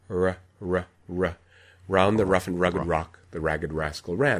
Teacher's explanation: There's a raising of the midline of the tongue towards the velum or the uvula. There may even be some tongue root retraction.